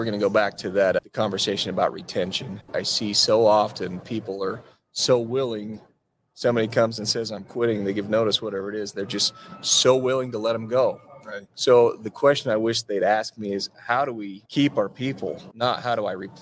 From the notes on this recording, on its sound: We are still live in Las Vegas, NV for the Profit Rocket Summit!